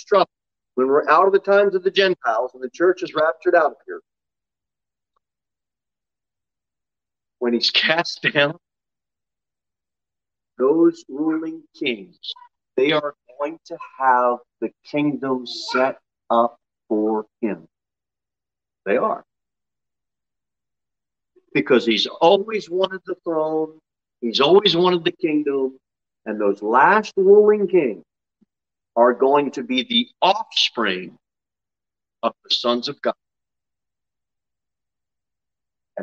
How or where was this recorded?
large echoing room